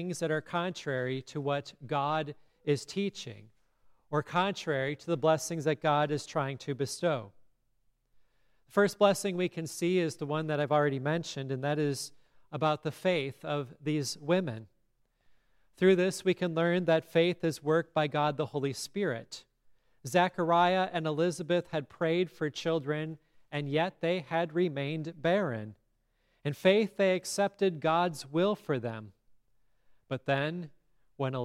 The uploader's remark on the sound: Listen to the service at Grace Lutheran Church in Lexington